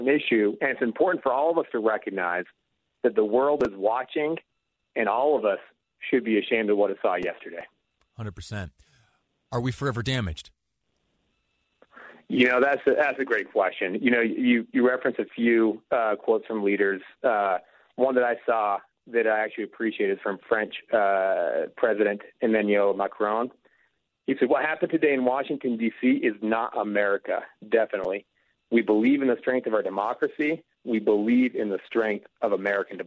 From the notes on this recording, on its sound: listeners call in with their reaction